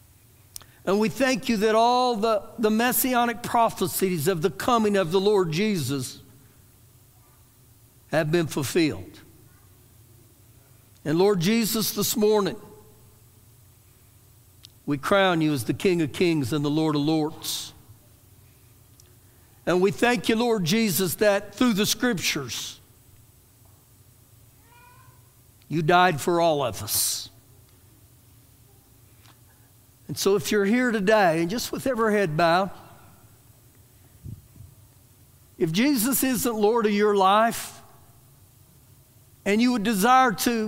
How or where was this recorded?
large echoing room